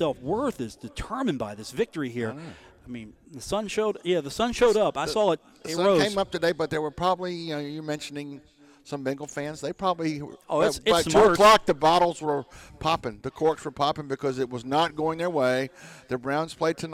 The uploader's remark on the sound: comes to you live from The Union Pub and Grill in Huntington, WV